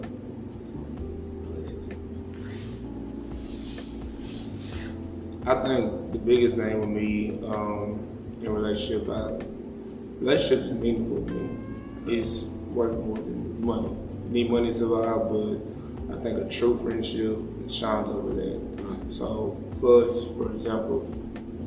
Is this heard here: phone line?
no